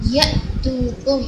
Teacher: حمزہ کے اوپر جھٹکا بہت واضح سب کریں گے